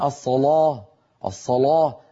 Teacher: فيجعلون اللام مفخمة متأثرة بالصاد قبلها · Term: بتفخيم اللام